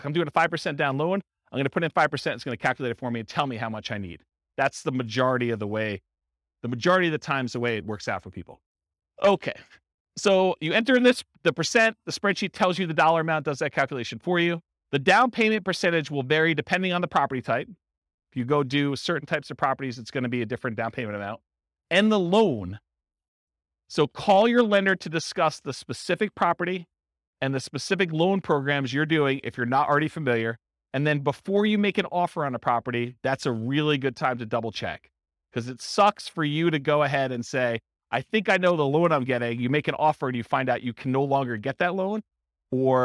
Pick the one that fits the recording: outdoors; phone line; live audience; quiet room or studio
live audience